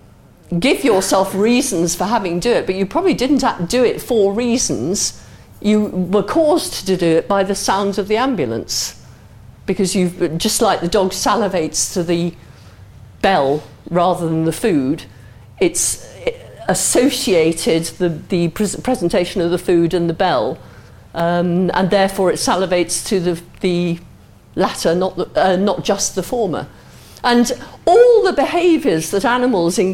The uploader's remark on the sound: answers questions from the audience